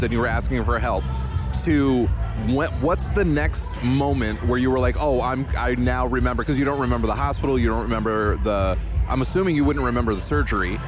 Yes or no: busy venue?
yes